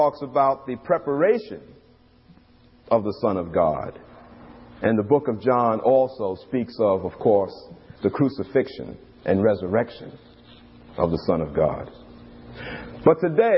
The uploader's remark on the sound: These radio broadcasts were recorded from our live church services in New York